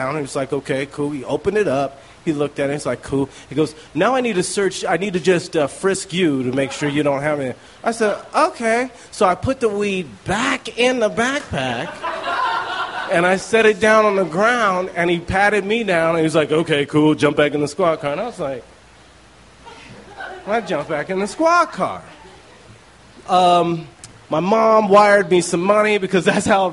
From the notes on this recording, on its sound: These stories were recorded by our good friends at The Denver Diatribe at Deer Pile